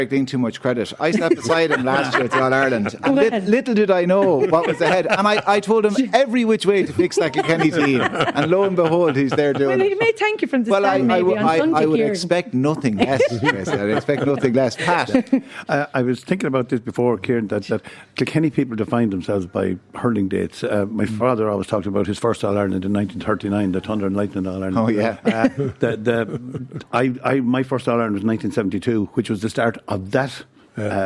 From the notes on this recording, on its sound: The Hard Shoulder is LIVE from the Hibernian Hotel in Kilkenny on All-Ireland weekend as part of Newstalk's Summer Tour.